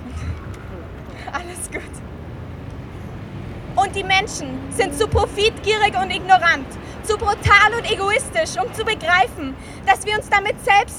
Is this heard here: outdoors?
yes